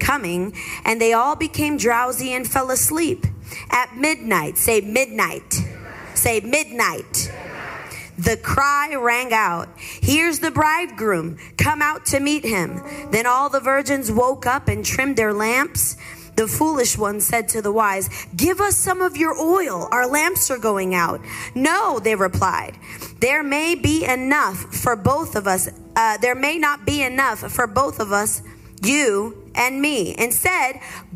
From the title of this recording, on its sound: LIVE in Hobbs, New Mexico